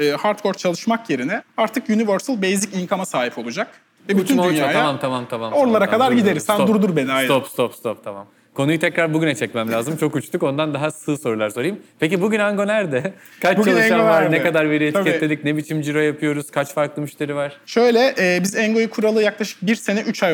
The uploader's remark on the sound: (Episode in Turkish - live recording during cc: Nights in Istanbul).